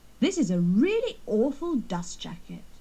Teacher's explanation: don't pronounce the T in dust jacket and dust cover, or the R in paperback